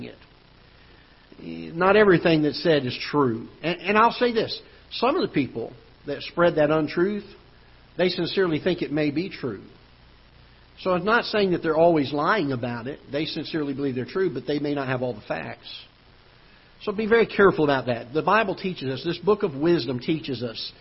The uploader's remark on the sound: Ketha Heights Baptist Church ~ Live Broadcast